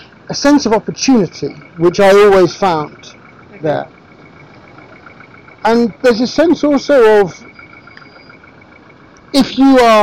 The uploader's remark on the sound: This episode was recorded outside on a mobile phone, and the audio quality reflects this. Recorded whilst traveling.